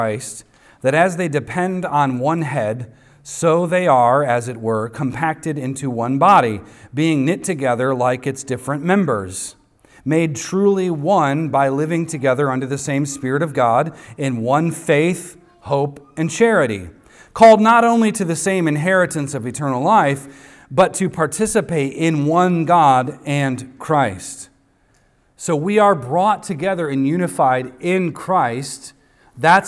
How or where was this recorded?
large echoing room